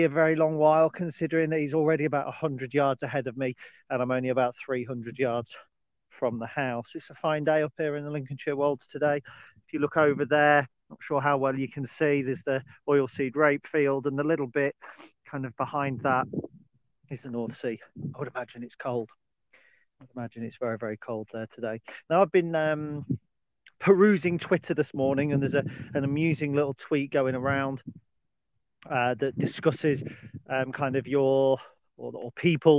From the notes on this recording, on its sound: Dog Walk Special. This time recorded in the hills of the Lincolnshire Wolds. Whilst walking the trails near my house. The sound quality is rustic, and there's little planning.